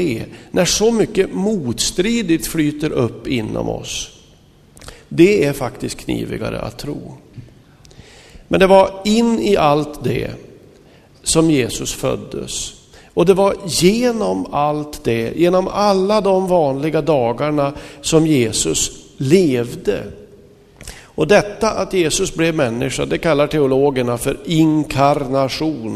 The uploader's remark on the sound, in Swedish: Inspelad i Smyrnakyrkan, Göteborg 2005-05-08.